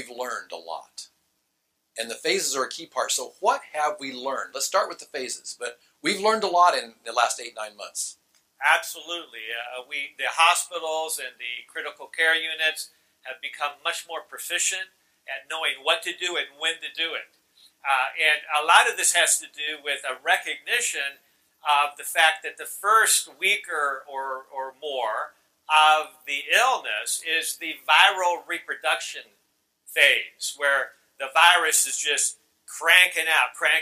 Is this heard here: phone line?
no